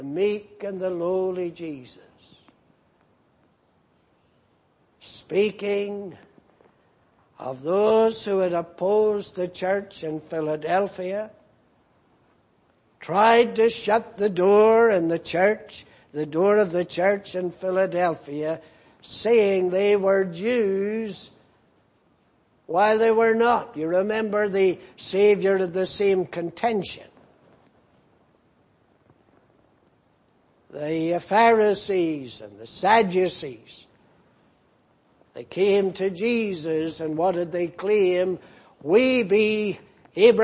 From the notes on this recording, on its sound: Preached in Grafton. At the Lord's Day Morning service on 18th February, 2018.